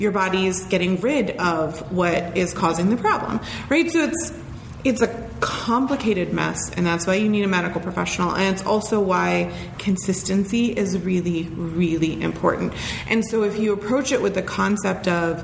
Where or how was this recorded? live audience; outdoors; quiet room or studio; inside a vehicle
live audience